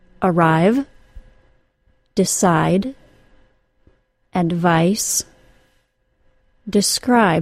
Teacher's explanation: two-syllable words that are stressed on the second syllable and are pronounced with a long I